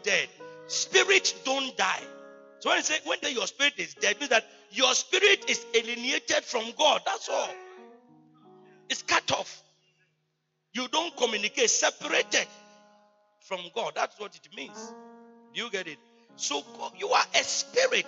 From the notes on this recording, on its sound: He Gave Gifts Unto Men Convention. Preached at the Good Shepherd Cathedral, Loyalty House International, Tema-Community 22.